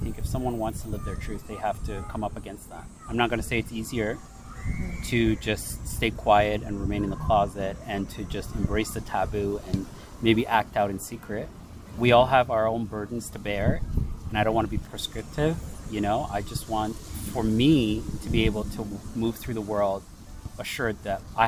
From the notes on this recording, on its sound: was recorded outdoors during the summer, so there will be street and cicada noises throughout